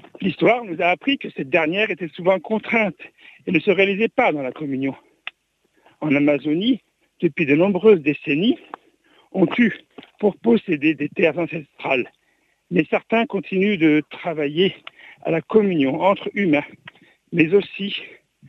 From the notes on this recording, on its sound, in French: invité par téléphone